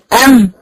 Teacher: جزء شديد ما بين الشفتين، وجزء رخو من الخيشوم · Term: الميم